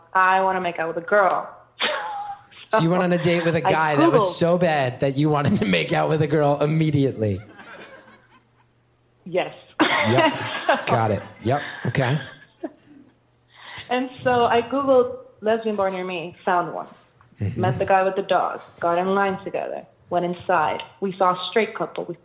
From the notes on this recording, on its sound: Live from Woodstock. A live audience.